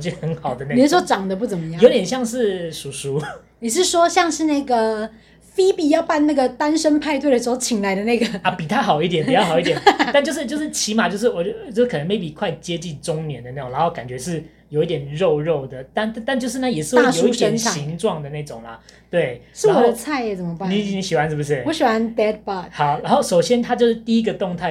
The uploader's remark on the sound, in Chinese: 這一樣是麥克風壞掉那天的另一半錄音